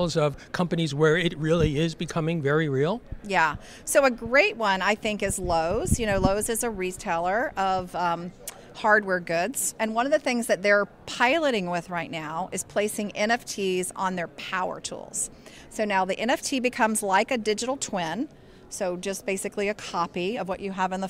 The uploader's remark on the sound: At the Outer Edge LA 2023 Conference in Los Angeles